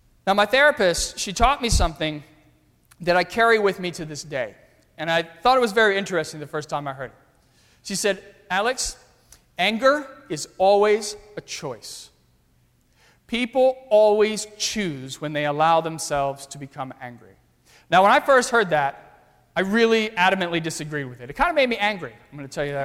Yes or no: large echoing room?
yes